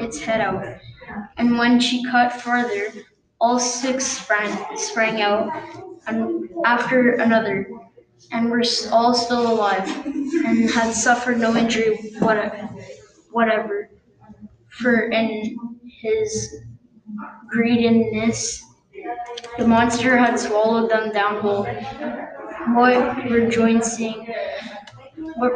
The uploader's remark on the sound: the audio is not that good because I didn't use my mic